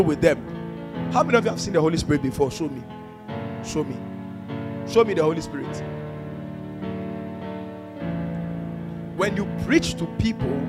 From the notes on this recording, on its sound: This message was preached on 20th February, 2022 at the ATU Auditorium.